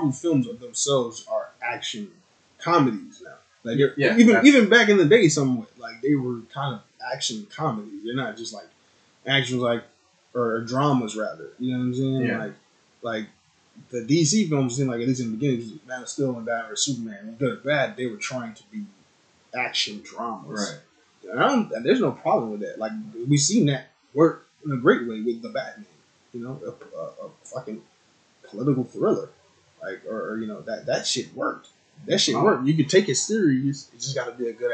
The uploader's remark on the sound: Slight Audio issues in this episode